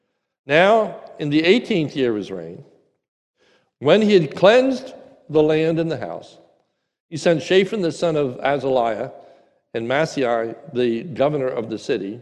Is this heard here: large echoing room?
yes